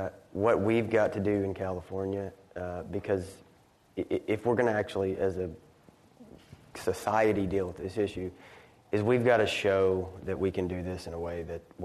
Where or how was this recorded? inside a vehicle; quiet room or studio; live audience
live audience